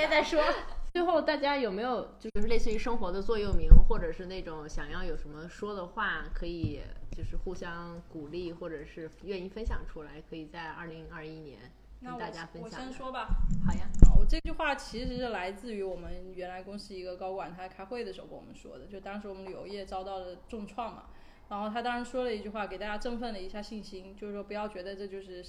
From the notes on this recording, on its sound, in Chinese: 本期因收音设备开小差，音质或有些许瑕疵